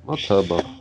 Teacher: тут как бы смещается ударение то есть из-за того, что мы подсоединили ма, вот, ударение сместилось ближе к центру.